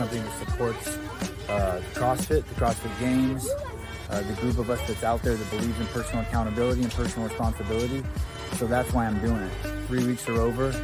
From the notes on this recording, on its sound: TYR Wodaplooza Gameday. LIVE From MIAMI.